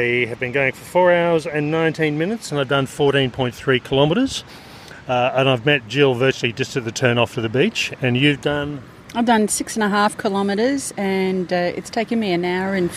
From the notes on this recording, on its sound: Interviews from the Trail. This episode includes recordings from the final 2/3 of this 128.7km trail and provides a real time overview of our on trail experience.